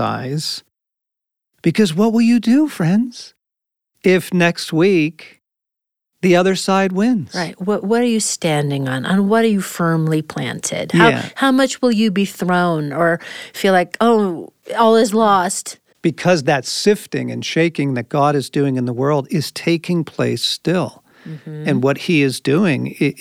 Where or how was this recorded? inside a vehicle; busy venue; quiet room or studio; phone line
quiet room or studio